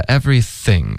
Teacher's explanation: th 的音，舌尖贴着上齿